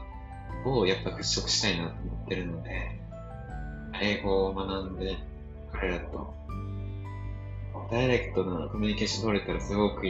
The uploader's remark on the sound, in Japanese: バギオに到着しまして、初日のオリエンテーションを受けてきました。音声聞きにくくてすみません。